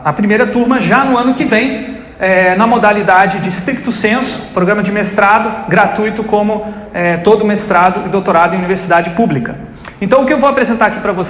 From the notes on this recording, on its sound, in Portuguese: Grava��o realizada no Festival de Interatividade e Comunica��o (FIC19) , em Porto Alegre. Grava��o realizada no Festival de Interatividade e Comunica��o (FIC19) , em Porto Alegre.